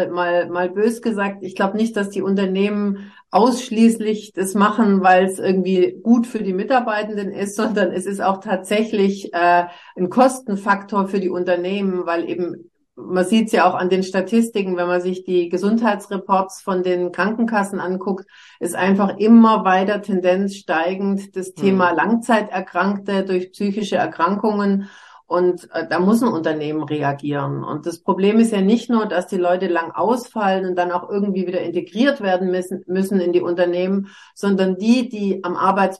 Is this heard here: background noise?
no